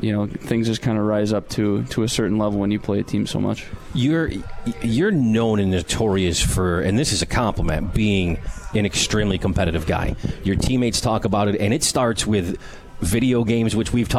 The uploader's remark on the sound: Live from Swifty’s for Comets Insider.